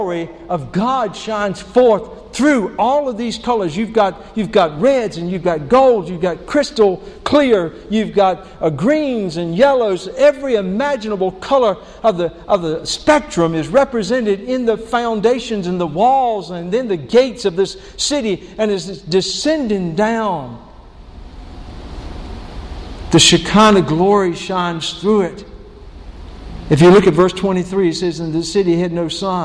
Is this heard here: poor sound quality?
no